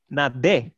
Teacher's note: Now the stress is on the second syllable